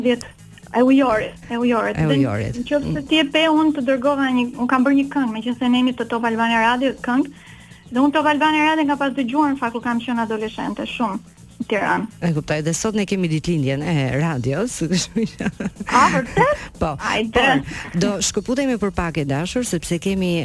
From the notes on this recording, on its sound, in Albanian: E ftuar nëpërmjet një lidhje telefonike për “Live From Tirana”. Nga Norvegjia.